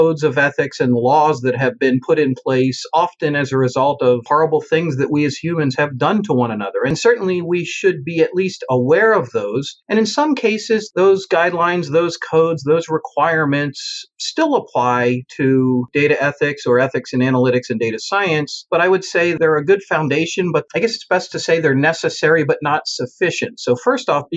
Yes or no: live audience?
no